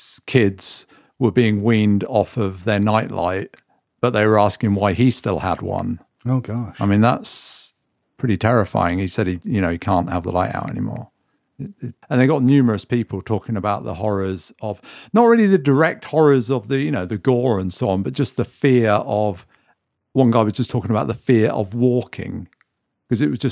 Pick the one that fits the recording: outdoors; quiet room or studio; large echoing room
quiet room or studio